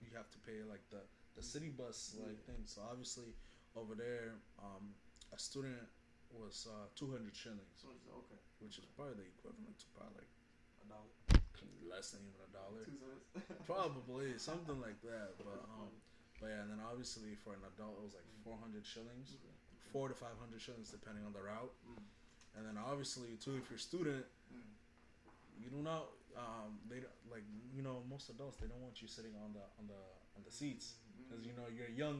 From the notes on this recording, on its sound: Our audio was kind of messed for this ep.